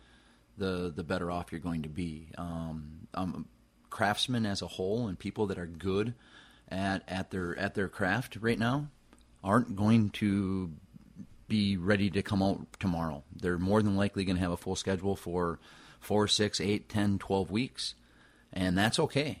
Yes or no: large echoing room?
no